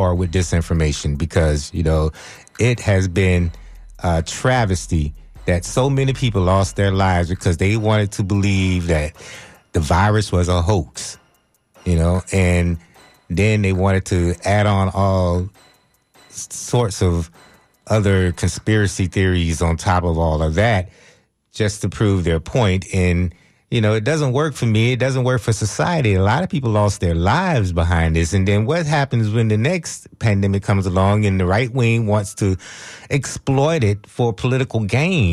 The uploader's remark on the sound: unique magazine format call-in show